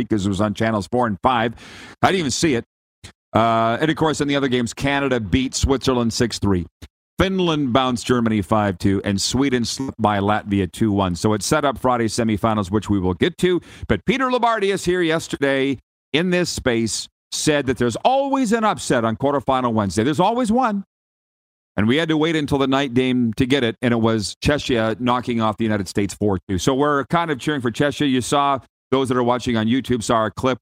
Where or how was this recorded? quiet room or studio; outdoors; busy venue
busy venue